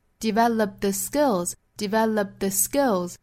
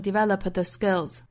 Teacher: 单词尾部的这个 p 的发音我们做失去爆破处理 · Shown in: first take